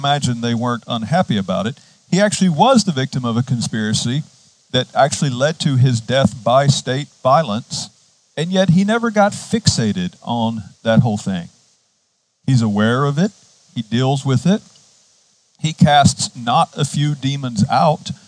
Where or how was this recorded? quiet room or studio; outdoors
outdoors